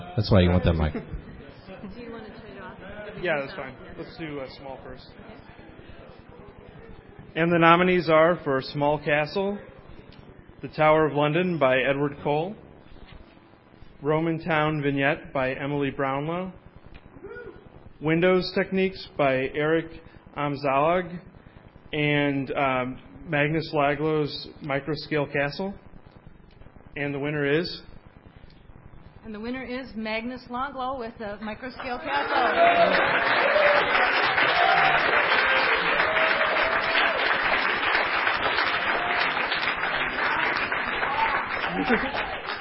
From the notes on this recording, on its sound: A complete recording of the awards show from BrickFest 2006. A complete recording of the awards show from BrickFest 2006... Well, almost complete...